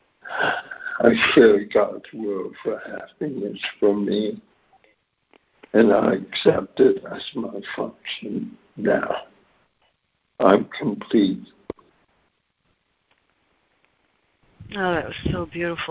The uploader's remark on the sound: ACIM Daily Conference Call